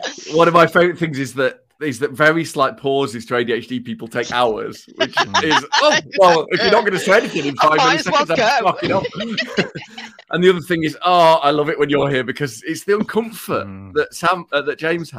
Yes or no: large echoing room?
no